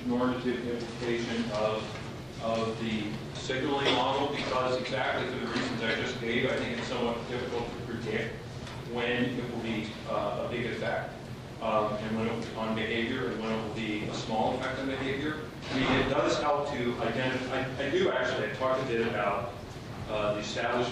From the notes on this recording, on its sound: This talk was recorded on January 6, 2015, as part of the Chicago's Best Ideas lecture series.